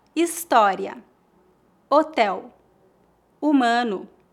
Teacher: No português, o H é mudo, ou seja, não é pronunciado.